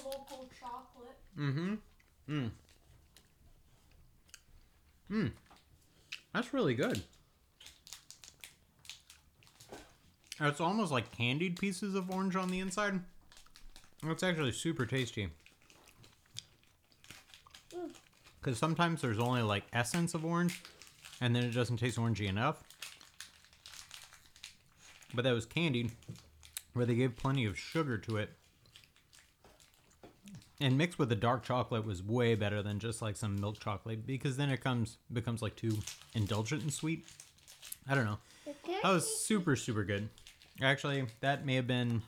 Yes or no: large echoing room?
no